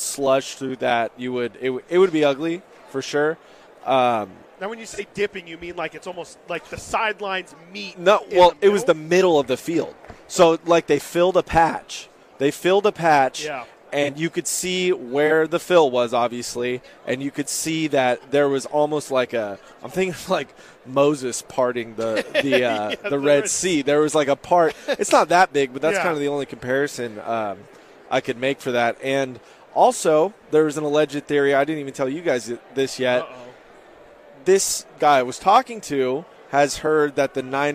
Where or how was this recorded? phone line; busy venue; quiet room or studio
busy venue